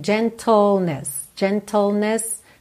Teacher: É tl, tl. É como se você fosse do T pro L direto, ok? L, língua lá no céu da boca.